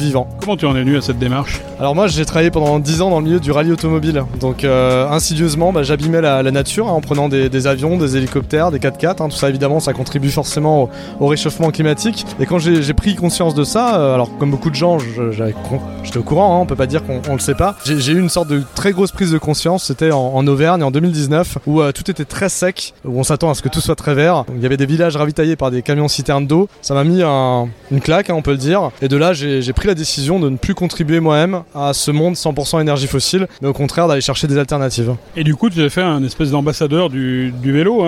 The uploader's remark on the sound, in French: A notre micro, lors du Cargo Bike Festival de Lyon